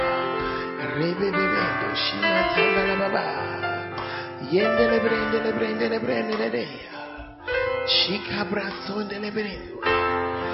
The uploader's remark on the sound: Preached At Central Assemblies Of God, Ho.